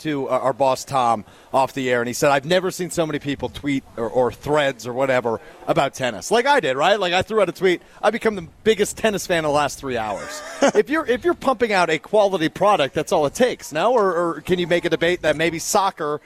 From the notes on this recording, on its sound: live from the inaugural ESPN Madison Open